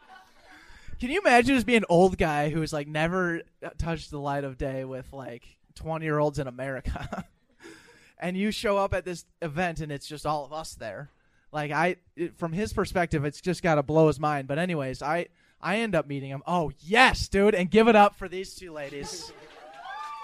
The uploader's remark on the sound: SZN 3 Finale Live Show. We capped off our year of podcasting with a LIVE show at Sisyphus Brewery in Minneapolis, MN.